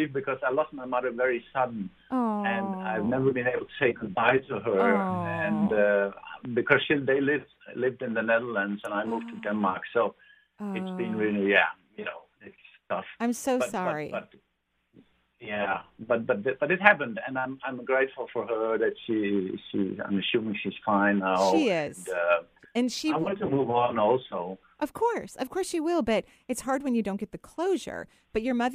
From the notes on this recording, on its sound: Today is a call-in show.